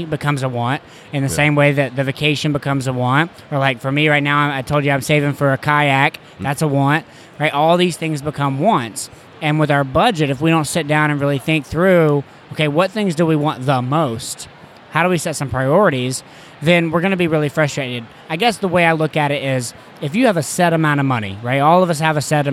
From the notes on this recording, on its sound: Here is another interview from my time at FinCon. On the conference floor.